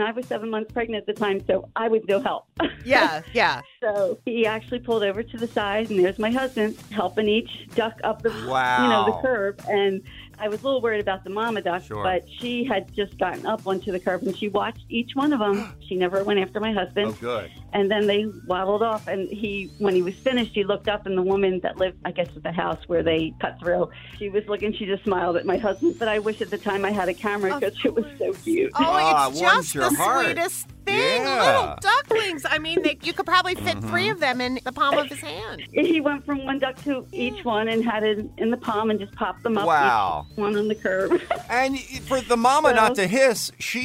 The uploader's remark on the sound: Listeners call in to share their stories